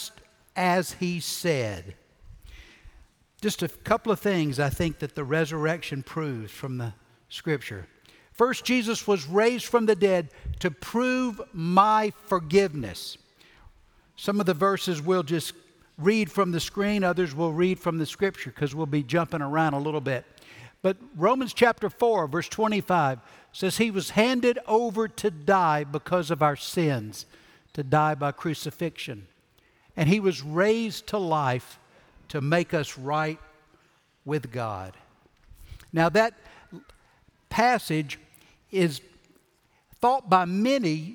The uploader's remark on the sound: Recorded Live at Brookwood Church on 4.9.2023